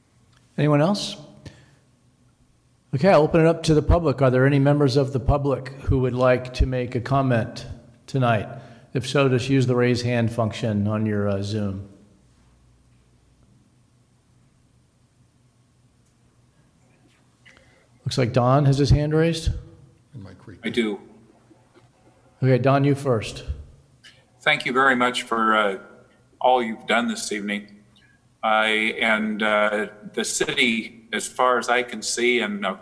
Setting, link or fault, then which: setting, large echoing room